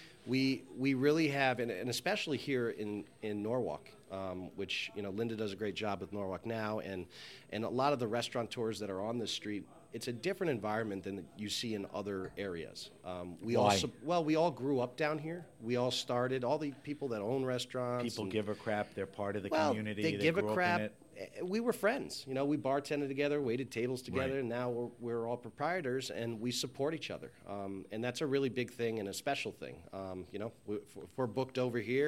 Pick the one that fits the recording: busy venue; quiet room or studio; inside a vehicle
busy venue